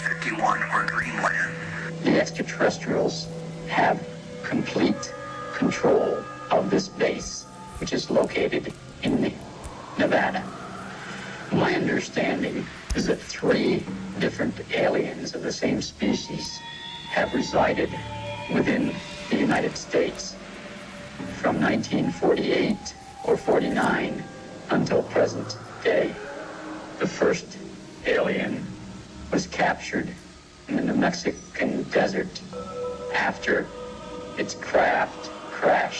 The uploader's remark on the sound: This lecture was recorded at the 2015 Alien Cosmic Expo in Brantford, Ontario by The Digital Broadcast Network, a division of REL-MAR McConnell Media Company.